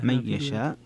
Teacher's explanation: من يشاء هنا فيها ترك الغنة، ترك الغنة لخلف عن حمزة · ويشاء أيضا فيها المد المتصل، وهم متفقون على مده لكنهم متفاوتون في مد بين التوسط والإشباع